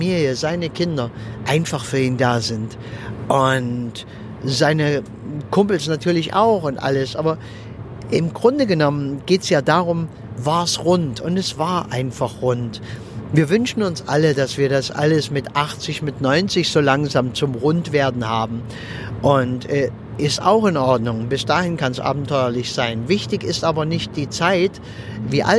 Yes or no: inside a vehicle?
yes